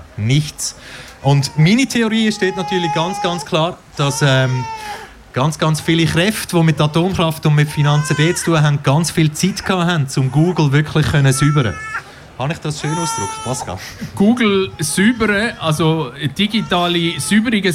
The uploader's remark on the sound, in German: Anlässlich des 35 Jahre Jubiläums von Kanal K. Live auf der Bühne.